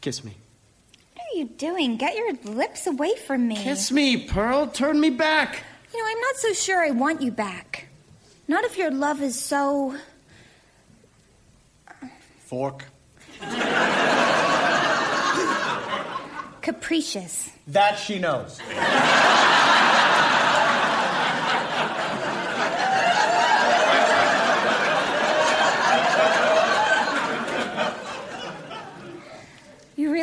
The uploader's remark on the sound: Recorded Live 2/1/2014 at Largo, Los Angeles.